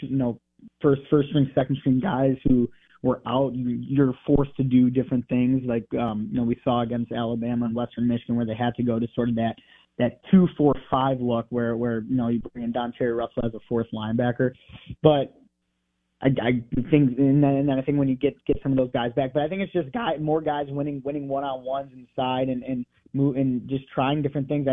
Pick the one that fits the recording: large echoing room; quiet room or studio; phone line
phone line